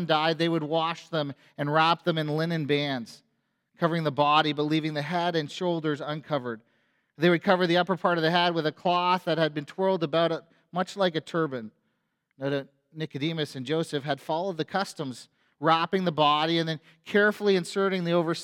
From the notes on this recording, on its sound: A sermon on Easter Sunday at FBC Church in Cobourg,